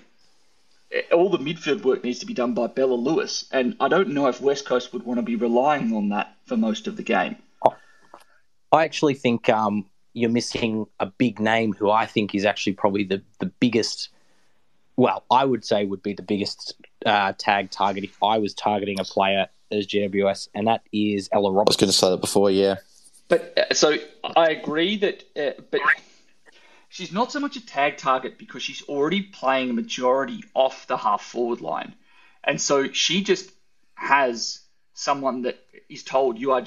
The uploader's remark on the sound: Live Twitter Spaces recording